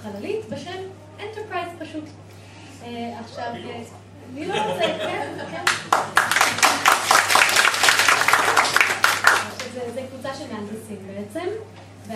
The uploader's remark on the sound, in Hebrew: פרק מול קהל חי בפסטיבל אייקון